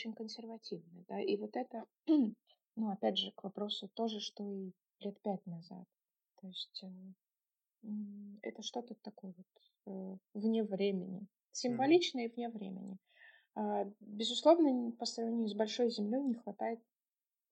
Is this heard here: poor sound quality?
yes